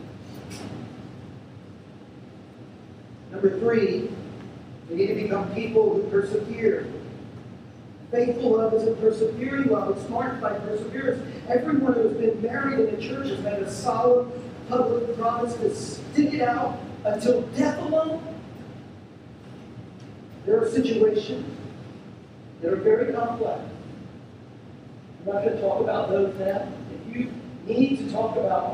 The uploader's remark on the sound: We're sorry for the poor sound quality of this recording. As we figure out these sound issues.